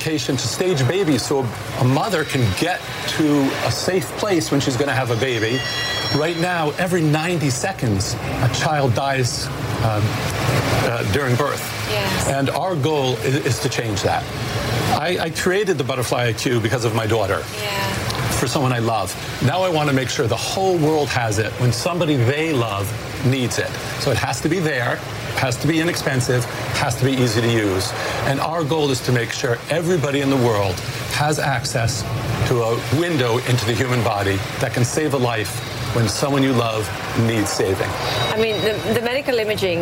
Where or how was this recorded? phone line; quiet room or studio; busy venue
busy venue